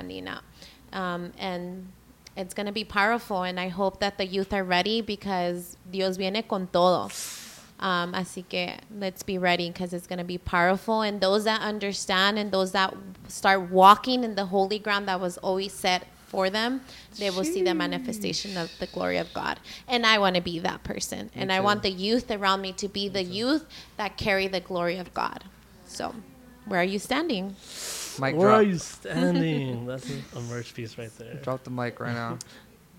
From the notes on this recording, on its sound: We got a live audience again!